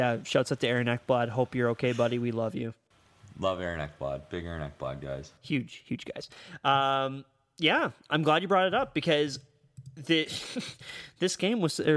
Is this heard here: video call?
no